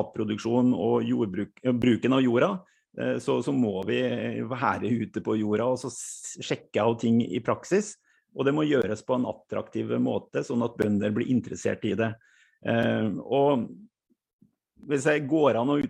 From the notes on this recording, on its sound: Live Zoom. I denne live-sendingen.